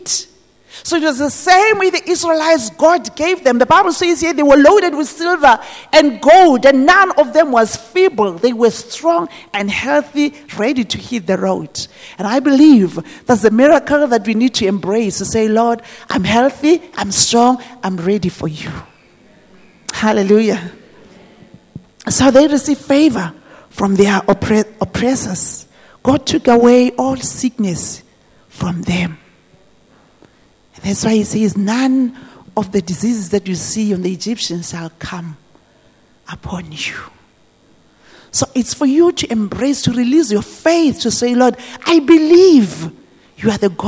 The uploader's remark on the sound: This message was preached at GTCFC City Campus.